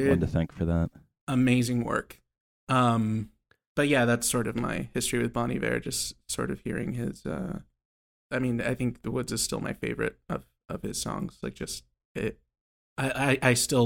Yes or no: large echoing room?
no